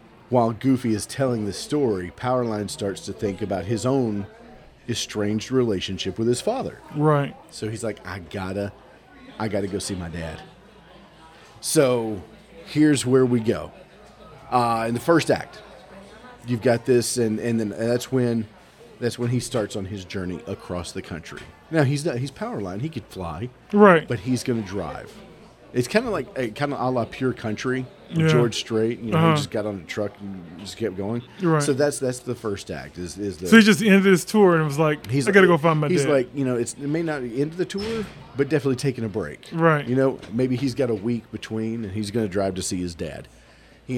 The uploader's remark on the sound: Live from Covington Comic Con